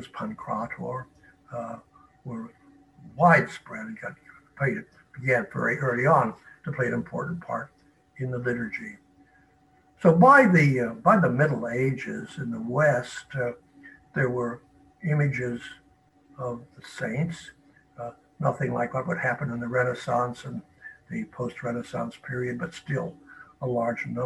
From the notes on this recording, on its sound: Originally delivered as a live webinar on November 1, 2020.